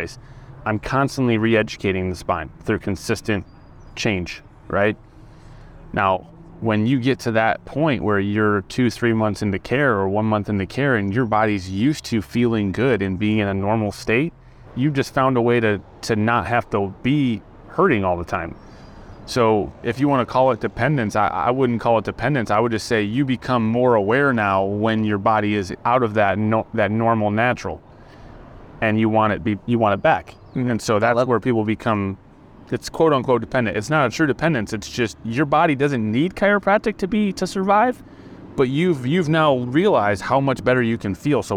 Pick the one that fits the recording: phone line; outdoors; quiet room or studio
outdoors